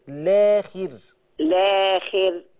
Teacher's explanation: لما أبدأ بهمزة الوصل وأجيب برضو إشباع، ولما أبدأ باللام أجيب حركتين